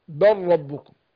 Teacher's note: قال بل ربكم بر ربكم هضم اللام في الراء ادغام بغير غنة